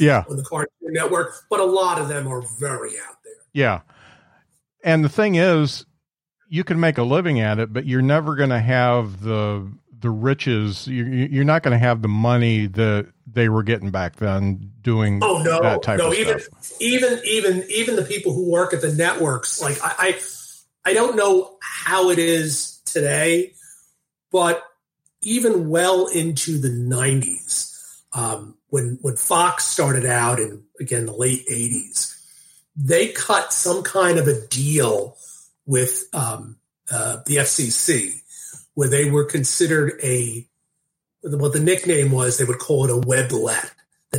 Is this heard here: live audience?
no